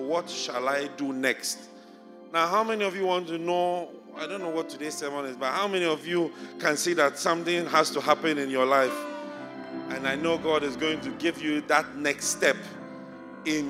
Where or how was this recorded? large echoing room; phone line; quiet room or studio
large echoing room